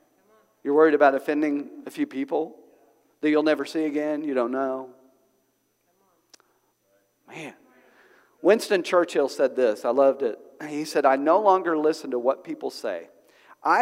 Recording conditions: large echoing room